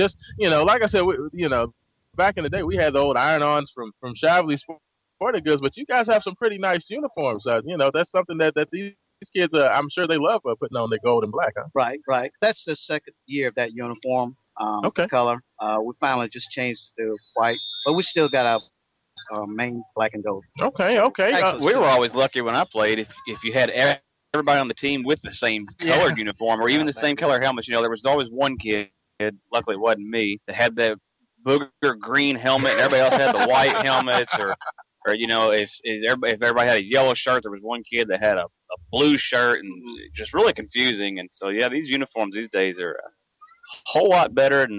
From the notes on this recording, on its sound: Todays show was broadcast live from Sky View Park for the annual Louisville Youth Football League Pigskin Preview.